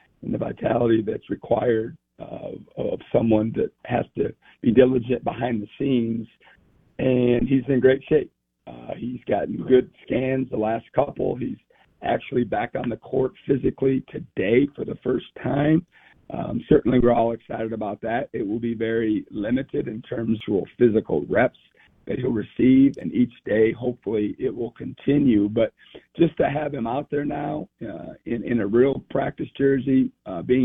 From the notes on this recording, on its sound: Joins the show on the Farm Bureau guest line talking about the team at this point in the season live in the BankPlus Studio.